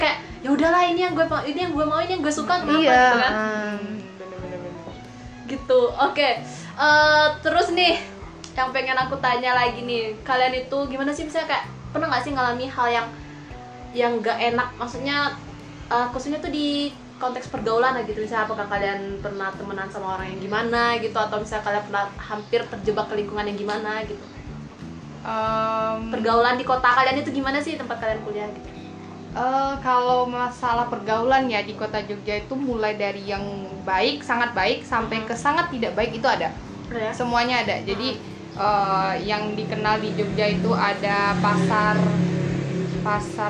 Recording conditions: sounds in the background